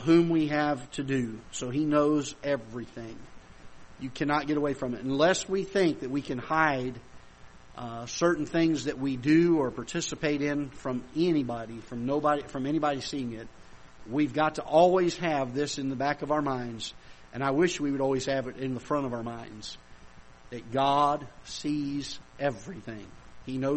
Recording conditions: large echoing room